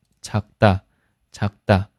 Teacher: 小呢是松音的，气流比较小